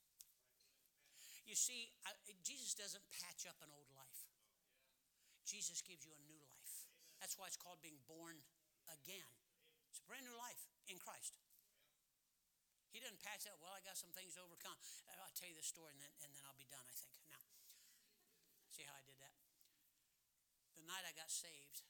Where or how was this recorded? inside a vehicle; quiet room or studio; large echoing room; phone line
large echoing room